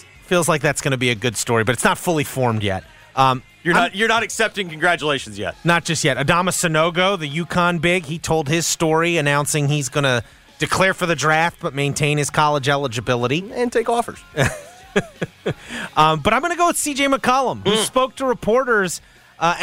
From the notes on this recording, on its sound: LIVE FROM MEDIA DAY AT GRIZZ.